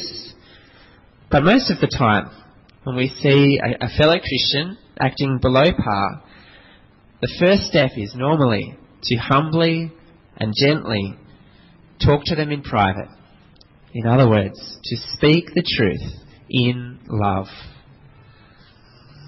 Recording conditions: large echoing room